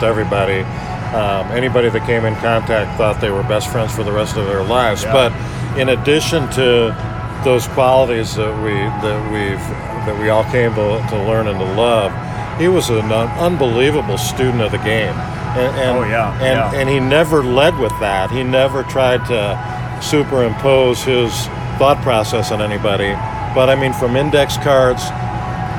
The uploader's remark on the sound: Recorded from Miller Park in Milwaukee